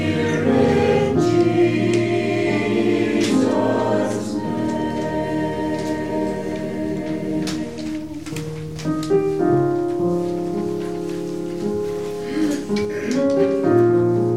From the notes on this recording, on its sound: Audio podcast of morning service led by the Minister